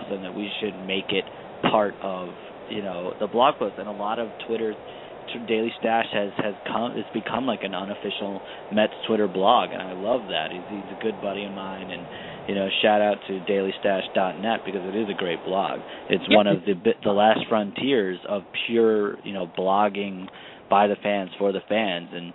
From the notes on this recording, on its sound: LIVE at Blue Haven in NYC. With Game 7 of the NBA Finals in the backdrop.